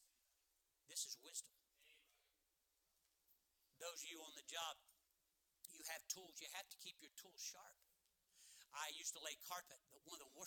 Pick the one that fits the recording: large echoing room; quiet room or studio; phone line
large echoing room